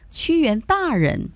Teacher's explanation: 屈原大人，对吧？这个大人呢，我们可以读到轻声